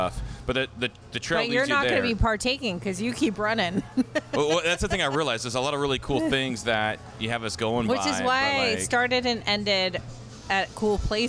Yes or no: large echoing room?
no